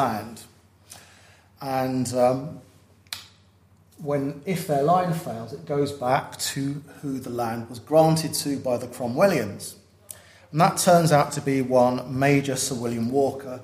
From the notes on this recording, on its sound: at the 2023 Tudor and Stuart Ireland Conference.